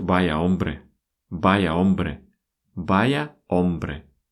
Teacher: Опять же, в испанском языке, особенно в Испании, в Латинской Америке там интонируют больше, в Испании интонация часто достаточно плоская, нету вот этой вот музыки · Term: интонация, она плоская